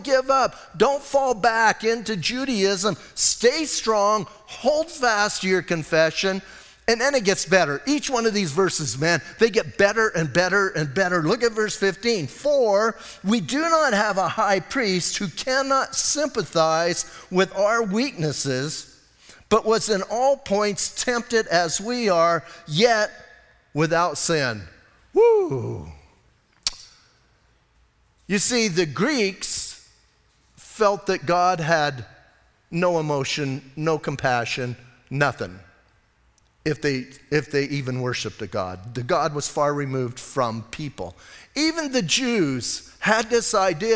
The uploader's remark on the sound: Audio messages from Calvary Chapel in Sierra Vista